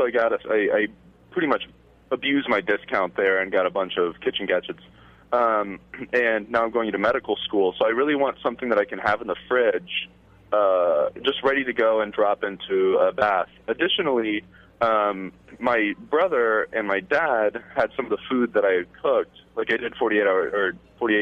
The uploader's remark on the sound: Is in the studio and he’s joined. On the phone to tackle your questions.